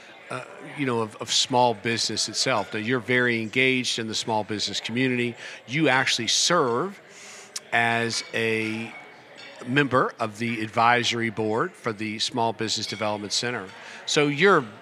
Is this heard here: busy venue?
yes